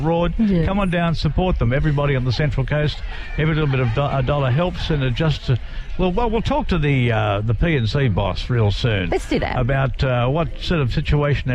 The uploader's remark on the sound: Live from the Lisarow Primary School Country Fair! The Gang was LIVE from the Country Fair Lisarow Public School.